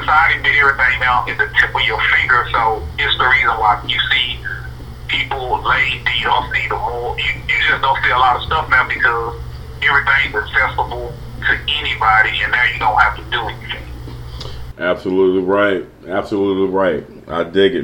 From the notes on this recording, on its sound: call